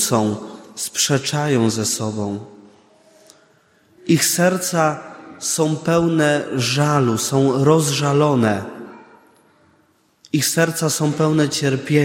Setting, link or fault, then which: setting, large echoing room